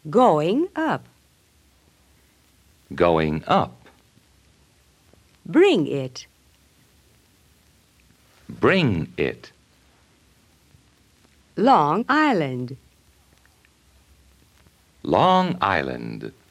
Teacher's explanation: Be careful also when you have another word following words ending in ng, so that you do not put in a k or g sound.